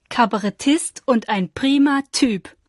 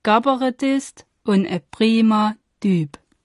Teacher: K wird zu G, P wird zu B und T zu D. · Shown in: second take · Term: die weichen besiegen die harten